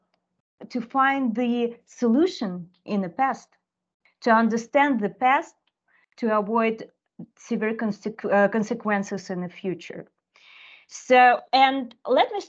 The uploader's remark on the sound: This recording is from our webinar which was held February 11.